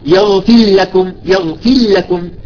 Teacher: أيضا إذا كان بعدها اللام، تبهوا هذه مسألة أيضا يحصل إذا كانت ساكنة وبعدها اللام، مثل يغفر لكم. أكثر الطلاب الذين يقرؤون يدغمون الراء باللام